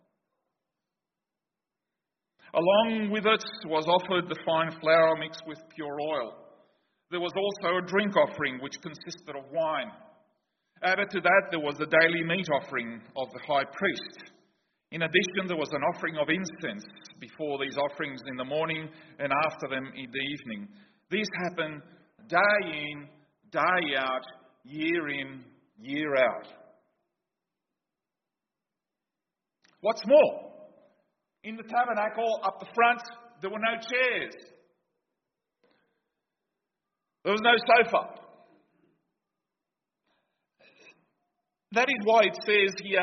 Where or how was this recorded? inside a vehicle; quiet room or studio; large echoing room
large echoing room